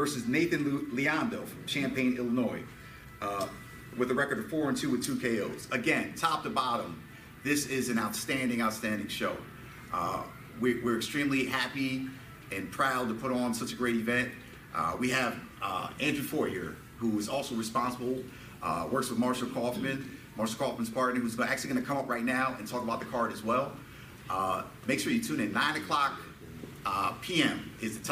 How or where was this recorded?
busy venue